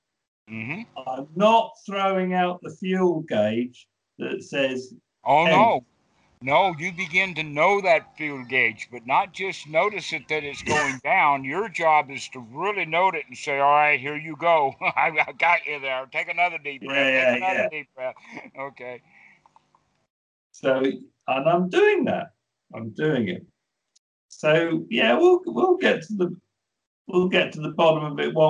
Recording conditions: video call